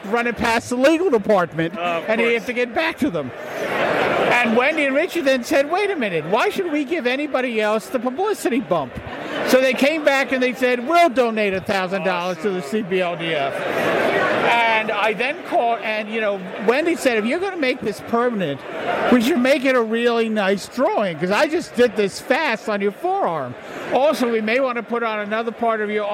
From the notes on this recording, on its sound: NYCC 2017 - Artists Alley Day One. Share stories from the convention floor.